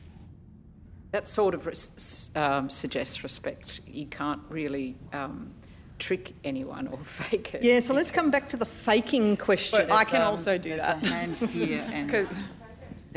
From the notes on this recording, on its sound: In the closing plenary session of the 2019 National Children's Bioethics Conference.